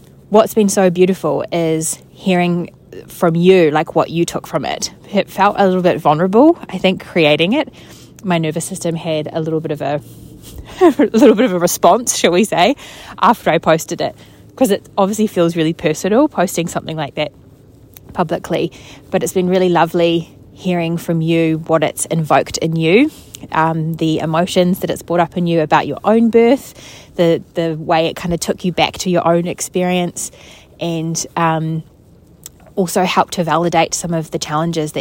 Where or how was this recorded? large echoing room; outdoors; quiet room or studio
outdoors